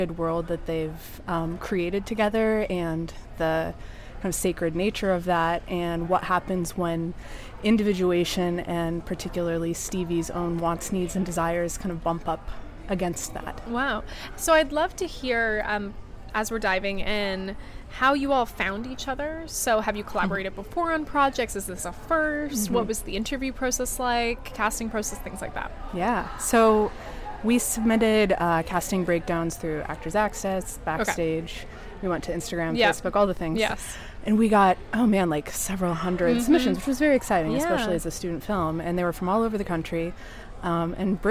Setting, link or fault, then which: setting, busy venue